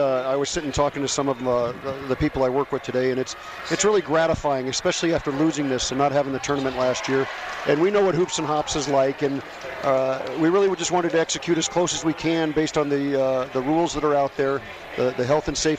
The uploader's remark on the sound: Live from the Chelsea Theatre in the Cosmopolitan of Las Veags